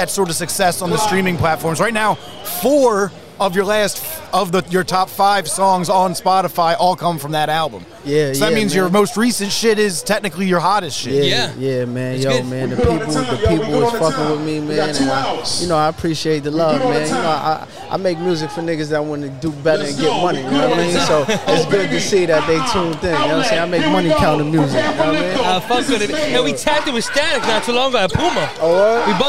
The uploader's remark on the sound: LIVE FROM THE RUCKER PARK CHAMPIONSHIP. Live from Rucker Park on 8/27/23!